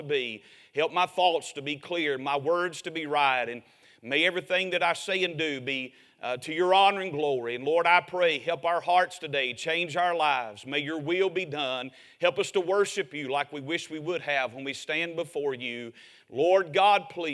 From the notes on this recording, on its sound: A sermon preached Sunday Morning during our Spring Jubilee, on March 26, 2023.